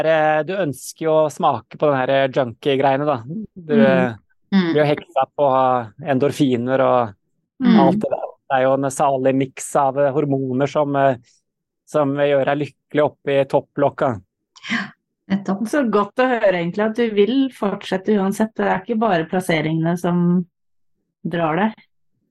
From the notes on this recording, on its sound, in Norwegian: På Zoom, rett fra sola i Arizona.